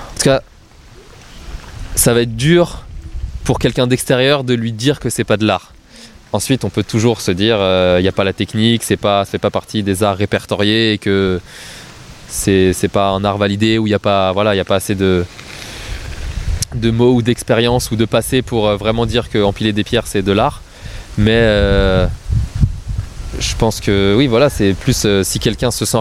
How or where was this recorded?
outdoors